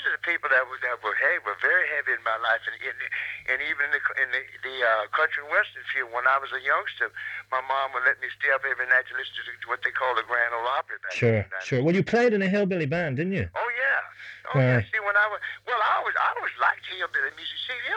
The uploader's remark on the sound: This was only a phone chat